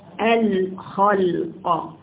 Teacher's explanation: الخاء حرف مفخم لما يجي مفتوح يبان فيه التفخيم، مش الخلق الخاء، لا بقرأ حرف حرف الخلق الخلق.